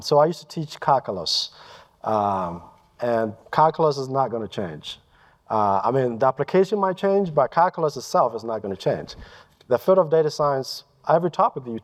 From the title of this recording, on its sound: Live from Datapalooza